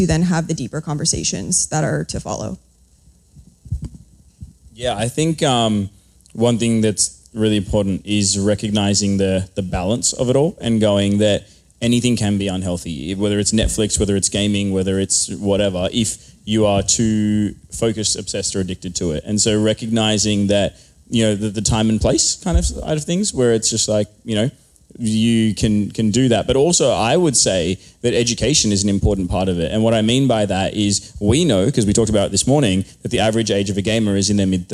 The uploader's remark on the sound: live from the first ever Nerd Culture Ministry Summit.